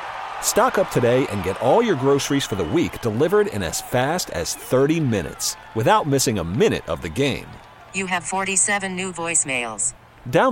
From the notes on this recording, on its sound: reports live from the Bills locker room with players.